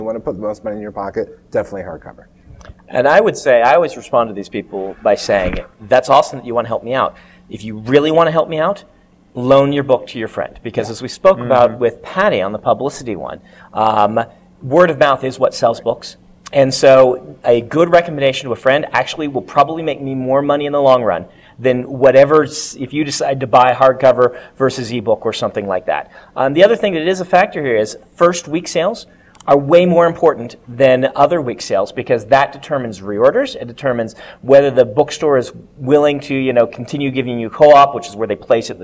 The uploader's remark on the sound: joined us in front of a live audience at Westercon 67